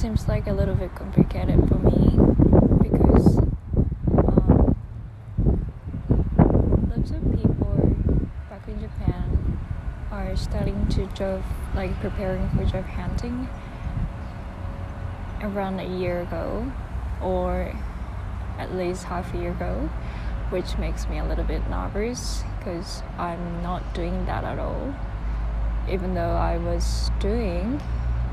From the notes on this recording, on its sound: I apologise the noise. I took this episode outside again and was a bit windy day. It’ll suddenly finish since it started raining.